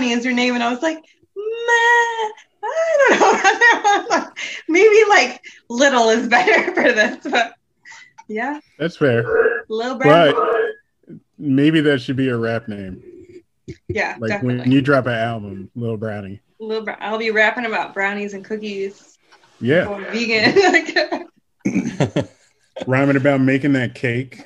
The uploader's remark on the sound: Recorded Live on Zoom